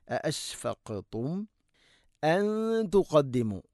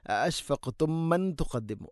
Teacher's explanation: മീമു സാക്കിനേക്ക് ശേഷം ഹംസ വരുമ്പോൾ ഇദ്ഹാറാണ്, വെളിവാക്കി ഉച്ചരിക്കണം · Shown in: first take